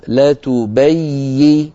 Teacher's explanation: فلا بد من بيان الياء المشددة مع عدم قطع صوتها